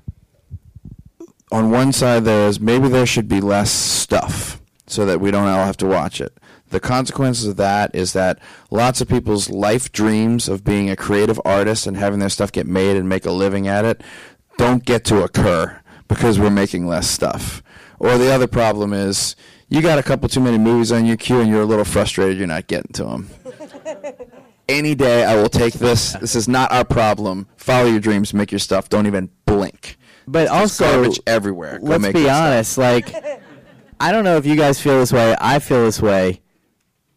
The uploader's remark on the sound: We apologize for the volume and distortion issues on this recording.